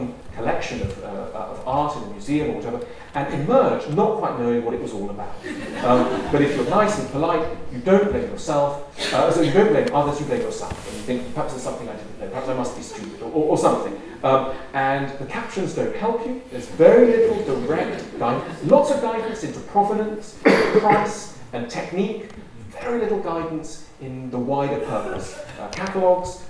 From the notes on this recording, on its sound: as part of the Words and Ideas events at the Norfolk & Norwich Festival